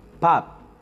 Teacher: Perceba que a mesma letra inicial, chamada em coreano de pyo, ela se repete no final. Porém, no início ela produz um som um pouquinho puxado para P. Já no final, ela produz um som um pouquinho puxado para B, um pouco mais fechado